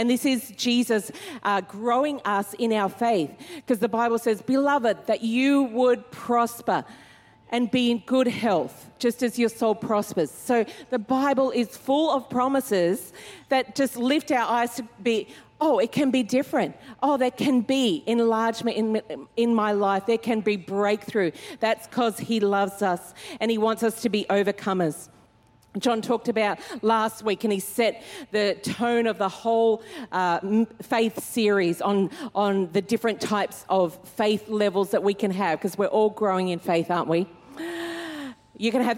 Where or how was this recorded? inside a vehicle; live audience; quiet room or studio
live audience